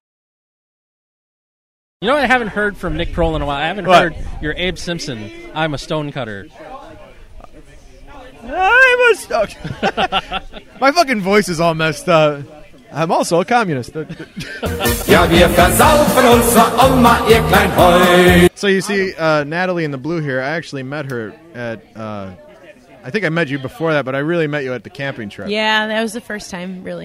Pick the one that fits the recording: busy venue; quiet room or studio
busy venue